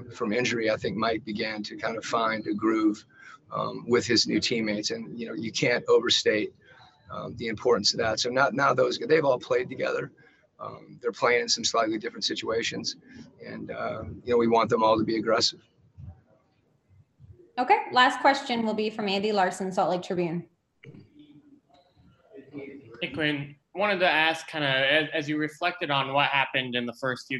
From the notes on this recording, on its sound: Addressed the media's questions in a Zoom conference after his team wrapped up practice inside the bubble in Orlando, Florida.